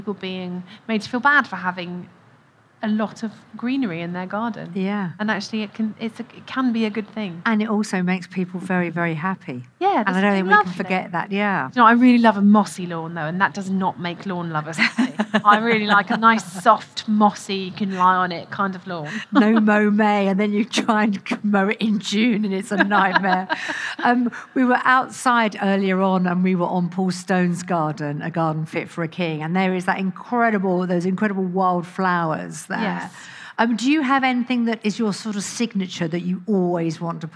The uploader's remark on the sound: Recorded at BBC Gardeners’ World Live.